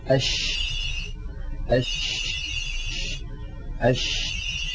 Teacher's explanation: التفشي كما يعني عندما ننطق الشين، جرب هكذا أش أش أش، تجدون بأن الشين كما ذكرنا عند بحث مخارج الحروف تخرج من وسط اللسان، من وسط اللسان، من هذه المنطقة، ومن هنا ينشأ الصوت، من وسط اللسان ينشأ الصوت، ثم يندفع الصوت باتجاه مقدمة الفم، فيصطدم الصوت بالأسنان، بالصفحة الداخلية للأسنان العليا، فيؤدي هذا إلى حدوث انتشار للصوت في الفم.